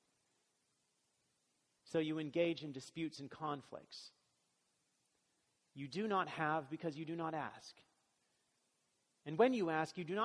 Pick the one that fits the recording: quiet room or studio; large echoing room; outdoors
large echoing room